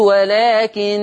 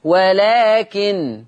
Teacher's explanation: مش هيشدد النون، تبقى النون مخففة · Shown in: second take